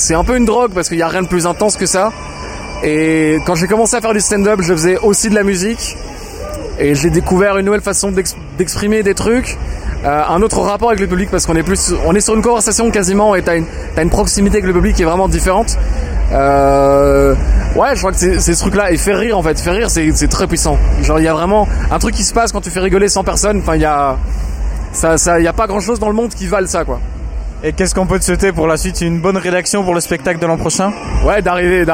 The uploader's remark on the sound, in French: était à Namur pour vous faire vivre en direct le festival Namur is a Joke